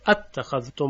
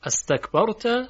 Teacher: خصوصیت مهمی که اینها دارن اینه که همزه وصل اینها هم در لفظ و گفتار حذف شده